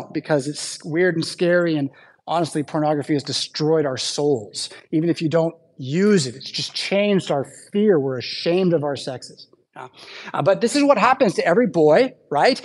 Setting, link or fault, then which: setting, large echoing room